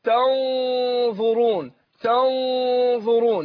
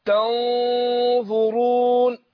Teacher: أنا بخفي النون عند الظاء مع كون إن أنا بفخم الغنة نفسها